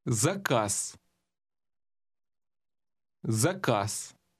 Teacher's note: The Z at the end of that word sounded almost like an S, didn't it?